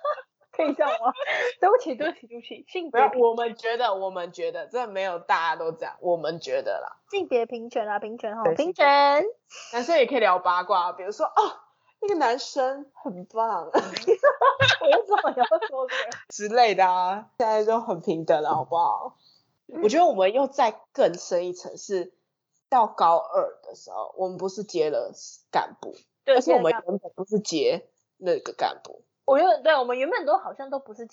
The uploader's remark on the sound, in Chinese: 線上錄音 麥克風爆音 耳朵注意!